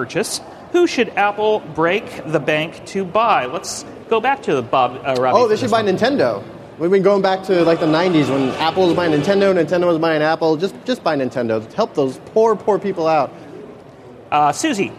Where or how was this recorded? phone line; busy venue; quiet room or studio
busy venue